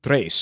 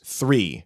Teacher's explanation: It's got a Th. It's got that friction sound instead of the stop sound · Shown in: second take